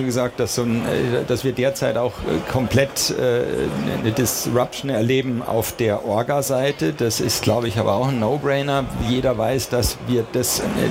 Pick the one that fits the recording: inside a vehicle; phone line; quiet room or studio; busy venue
busy venue